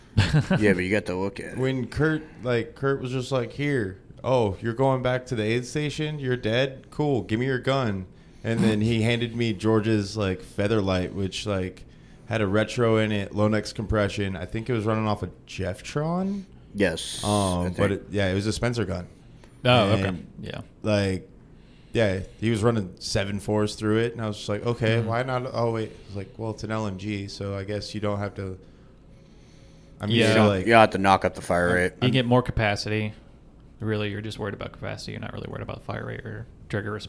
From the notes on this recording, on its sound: live from high ground airsoft